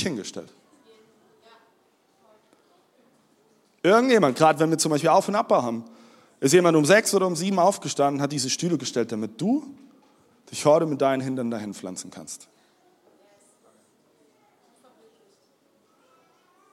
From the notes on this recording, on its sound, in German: Audiomitschnitt der Predigt vom 16.04.23.